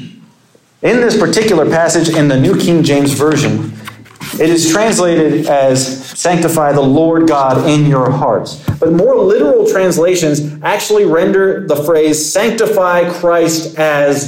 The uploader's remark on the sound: Sermon preached at Compass Community Church.